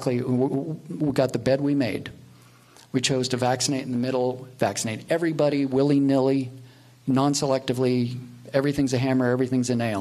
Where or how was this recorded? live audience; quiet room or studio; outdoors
live audience